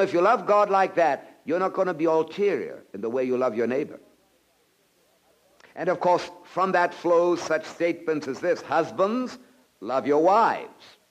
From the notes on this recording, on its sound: presented at Moody Keswick Bible Conference 1984